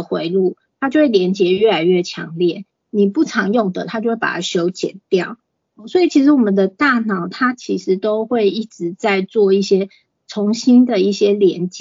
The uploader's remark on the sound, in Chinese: 此為線上課程錄音檔